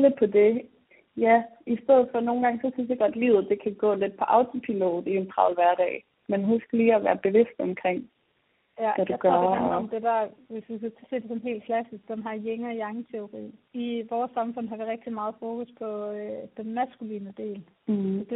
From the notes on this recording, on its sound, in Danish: Det er juletid, og vi er hver især taget hjem på juleferie ved vores forældre. Dagens afsnit optaget over et telefonopkald, og lydkvaliteten er derfor ikke noget vi vil prale med.